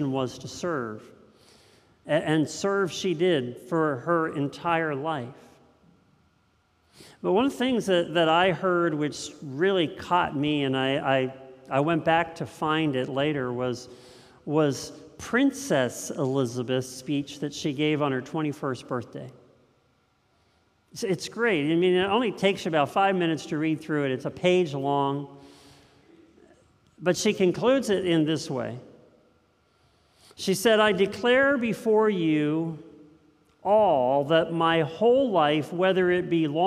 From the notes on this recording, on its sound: This message was first preached on 9/11/2022 at Linglestown Life in Harrisburg, PA